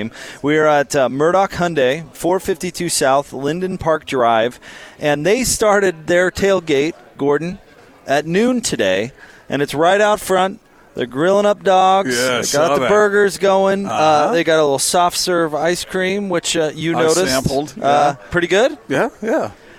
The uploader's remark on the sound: LIVE at Murdock Hyundai in Lindon